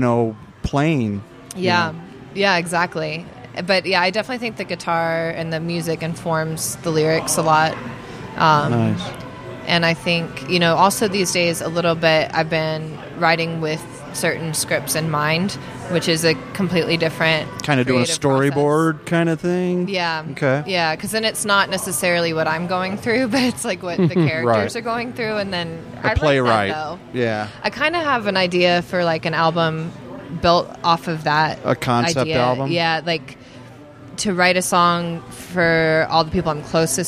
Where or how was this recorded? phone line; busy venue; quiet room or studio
busy venue